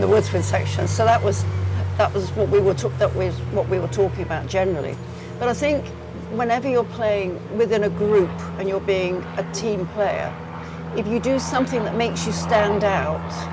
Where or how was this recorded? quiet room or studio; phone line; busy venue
busy venue